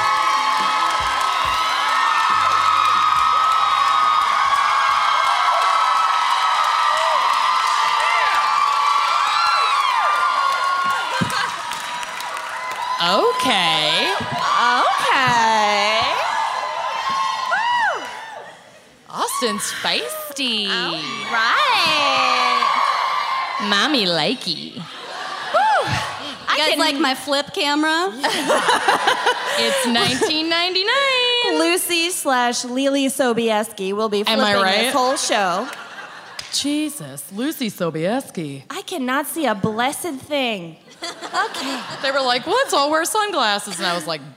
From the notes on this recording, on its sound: Music Fest Mishaps (Austin LIVE).